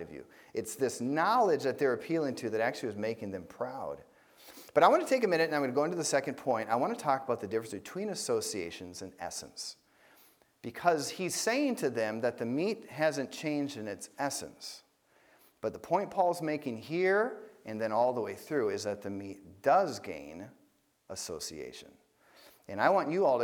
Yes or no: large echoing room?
yes